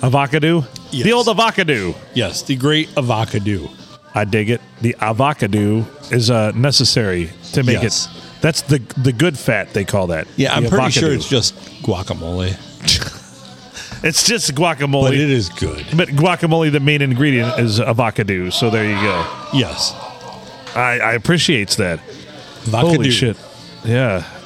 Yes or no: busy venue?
yes